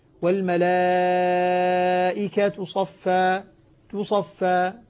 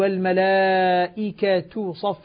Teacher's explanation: لاحظ تو ضمة خفيفة مختلسة · Shown in: first take · Term: الروم